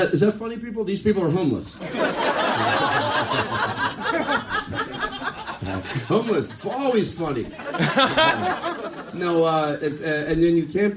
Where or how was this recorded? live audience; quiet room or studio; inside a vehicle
live audience